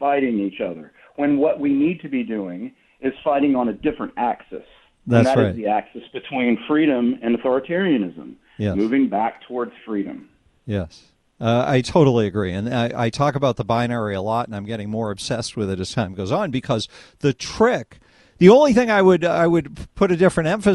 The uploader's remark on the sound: Then, we take phone calls.